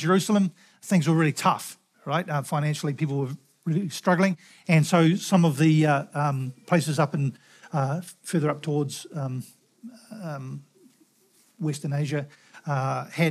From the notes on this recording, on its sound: Recorded at the Hukanui Bible Church morning service on Sunday the 12th of November 2023 during the 10:00 am service.